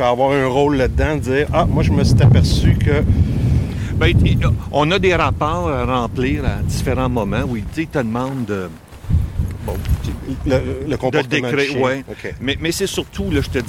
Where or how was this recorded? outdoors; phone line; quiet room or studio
outdoors